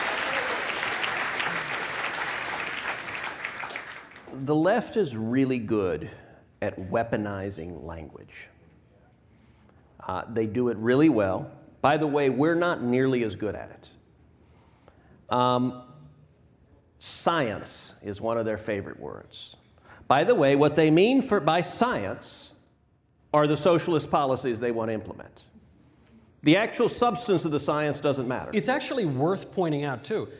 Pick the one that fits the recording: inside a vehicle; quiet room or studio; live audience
live audience